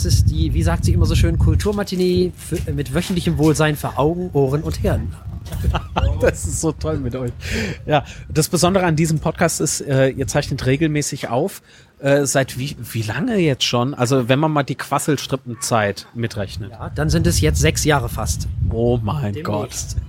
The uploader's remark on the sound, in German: Nach dem Dreh unterhielten wir uns bei einem Kaffee noch ein wenig und hielten es als Podcast-Episode fest. Aufgenommen wurde diese Episode auf einem Steg eines Cafés, direkt an der wunderschönen Alster. Daher kann es durchaus während dieser Aufnahme zu Windgeräuschen und auch Störgeräuschen kommen.